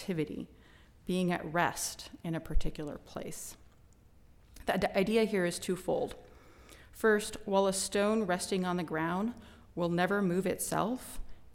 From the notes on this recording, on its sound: Recording of a lecture delivered on February 24, 2023. As part of the Formal Lecture Series.